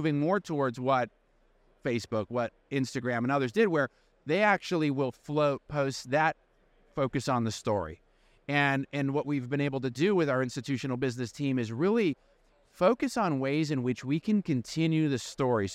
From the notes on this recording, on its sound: Pacific Life’s Institutional Division recently traveled to San Diego to attend the 2023 NAPA 401(k) Summit. During the conference, we recorded live interviews from the conference floor as part of our award-winning podcast, The Wave Strength.